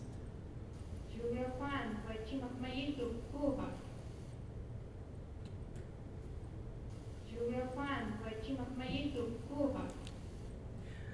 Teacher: we have a gradual rise to a peak followed by a fall